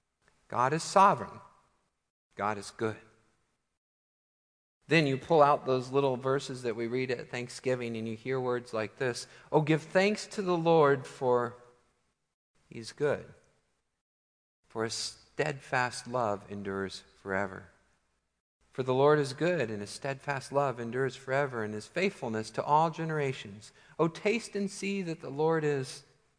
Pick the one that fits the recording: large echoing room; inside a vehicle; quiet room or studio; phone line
large echoing room